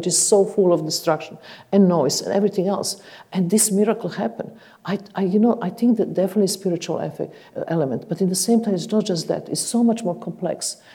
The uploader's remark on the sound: This event was recorded in September 2014 at the Royal College of Music, in London.